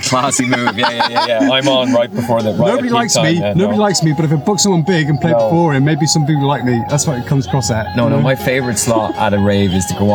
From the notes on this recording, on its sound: Recorded in the back of my car at Bang Face